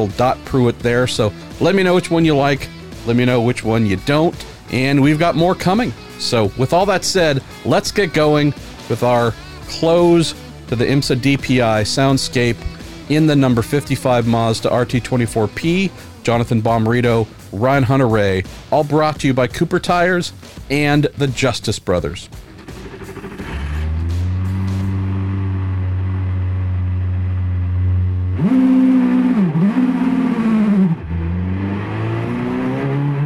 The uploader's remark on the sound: Mazda RT24-P DPi In-Car Audio, Mid-Ohio 2019.